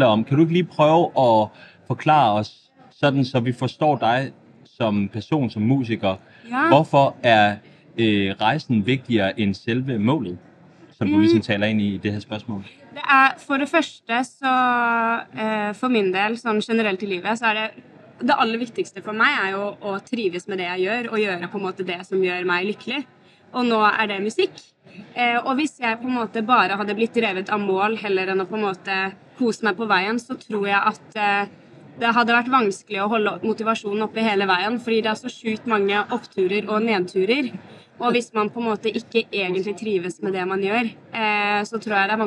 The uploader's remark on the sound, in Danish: I vores andet interview på SPOT Festival.